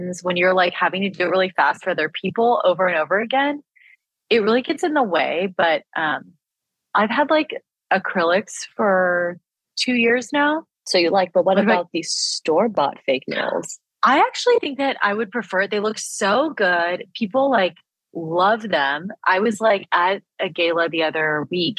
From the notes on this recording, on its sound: We had to record over ZOOM this week due to scheduling conflicts & illnesses so our audio definitely took a hit. It doesn't sound great.